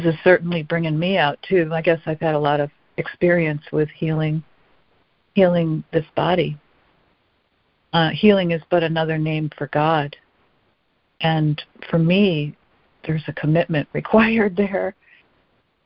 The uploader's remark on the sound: ACIM Daily Conference Call